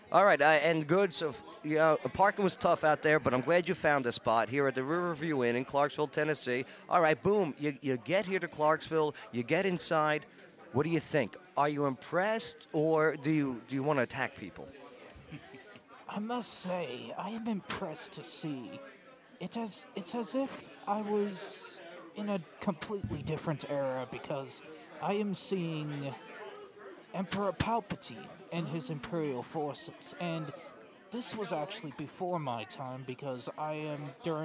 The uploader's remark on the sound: Live at #ClarksvilleCon 2020 from the Riverview Inn Hotel. Live at #ClarksvilleCon 2020 from the Riverview Inn Hotel.